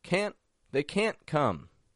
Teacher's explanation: And the voice kind of raises up a little bit in pitch